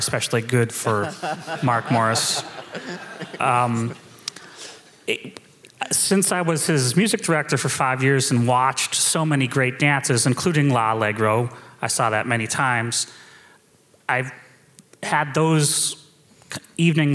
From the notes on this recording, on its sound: We held a Q&A session after the first performance of Mark Morris Dance Group’s Pepperland. Listen to this fantastic post-show event.